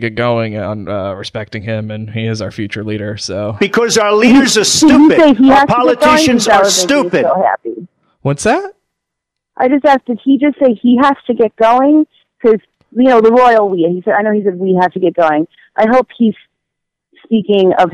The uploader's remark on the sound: A post-election call-in show. A special celebrity caller.